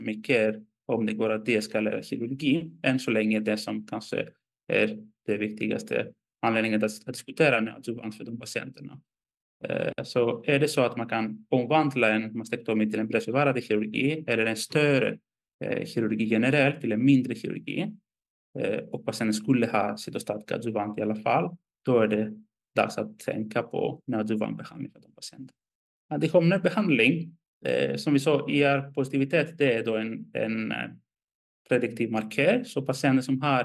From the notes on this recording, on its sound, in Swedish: Ljudinspelningen från SOFs webbinarium Bröstcancer – smärtbehandling.